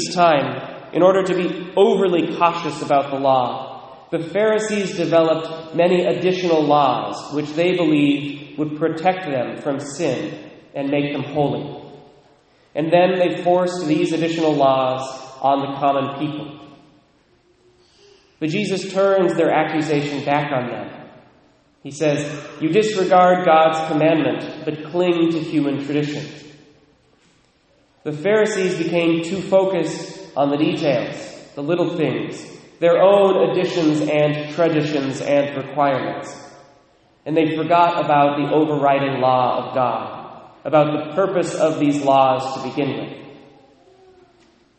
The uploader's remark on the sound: Recorded at Immaculate Conception, Mount Vernon, WA (9:00am)